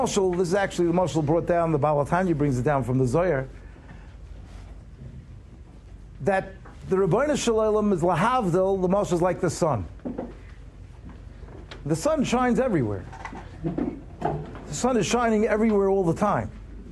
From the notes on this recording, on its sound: Shiur recorded in Yeshivas Ohr Reuven, Monsey, NY.